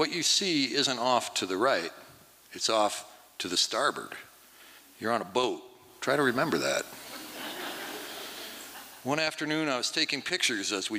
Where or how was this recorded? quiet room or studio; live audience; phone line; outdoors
live audience